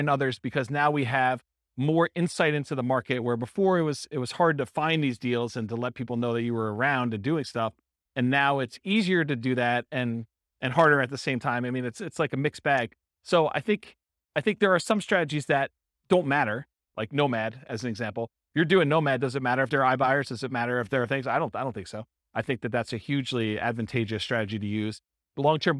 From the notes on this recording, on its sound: This was a live class recorded